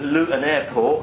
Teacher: the T's get dropped, or they say, I don't wanna, which means I don't want to, and or I'm gonna is very common.